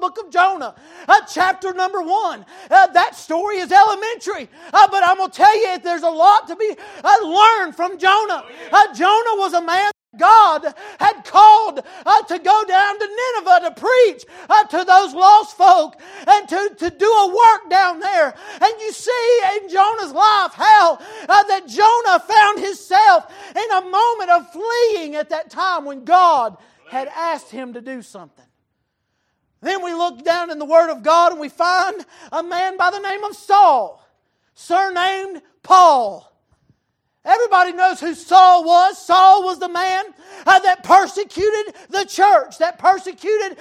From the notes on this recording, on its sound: Wednesday Evening Service.